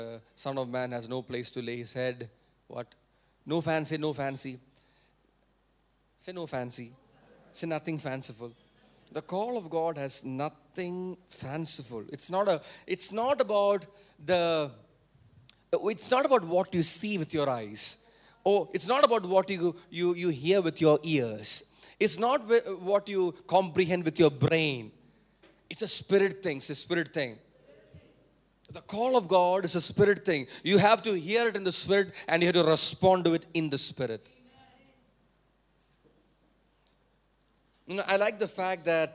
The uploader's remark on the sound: preached at Sunday Service on 12 November 2023 at Revelation Church